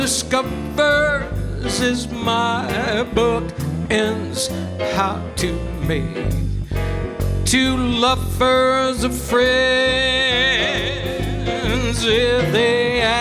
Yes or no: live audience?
yes